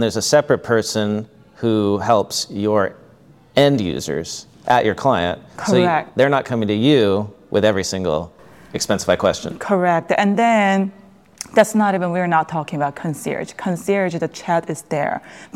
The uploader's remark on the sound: Recorded live at Expensicon.